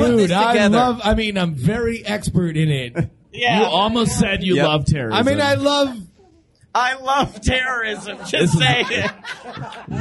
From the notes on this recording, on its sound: Live from Dragon-Con! We actually performed live at Dragon-Con.